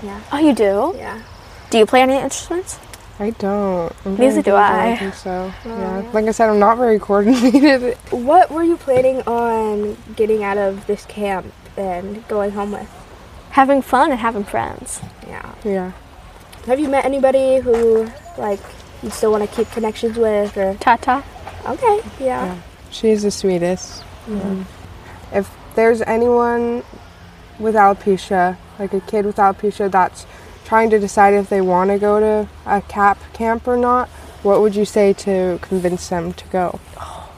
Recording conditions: sounds in the background